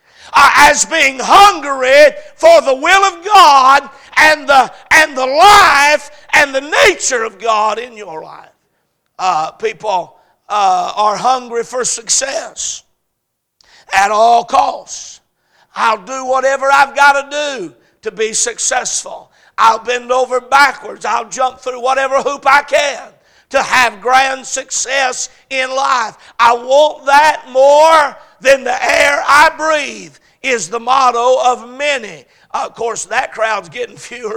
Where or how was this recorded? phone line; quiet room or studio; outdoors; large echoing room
large echoing room